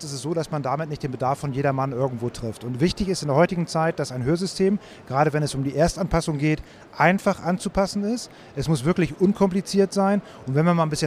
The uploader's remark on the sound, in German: Weltweit der größte Hörakustikerkongress dieses Mal in Hannover. Interviews direkt von der Messe.